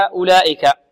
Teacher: أولئك هذه فيها مد متصل لاتصال الهمزة بحرف المد في كلمة واحدة، ويسمى مدا واجبا لوجوب مده أكثر من حركتين عند القراء جميعا، اتفق القراء على وجوب هذا المد فوق الحركتين، وجوب المد فوق الحركتين، واختلفوا في ذلك المقدار الزائد.